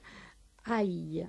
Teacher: sí tienen que hacer un trabajo, en este caso, con una cierta semiconsonante expresada con una J, y que es la semiconsonante que llamamos glida, o constrictiva, no lateral, oral, dorsopalatal, sonora